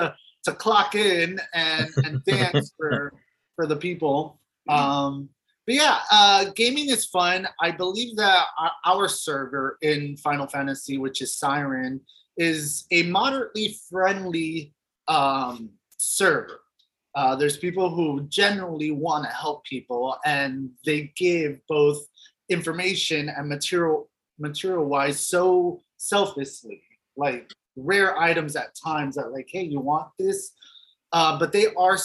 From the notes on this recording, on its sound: With the help of Zoom we chatting